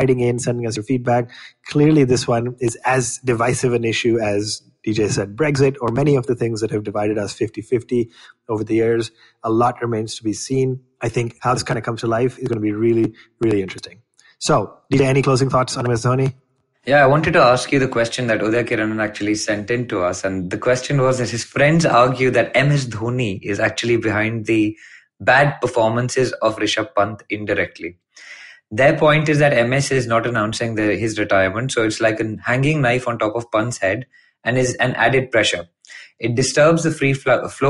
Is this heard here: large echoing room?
no